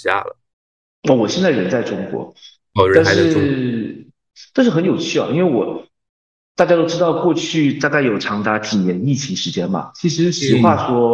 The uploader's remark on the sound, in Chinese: 线上录制，听感欠佳，各位见谅。